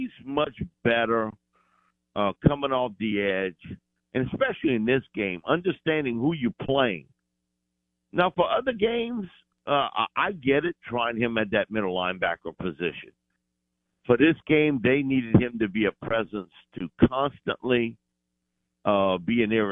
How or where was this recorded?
phone line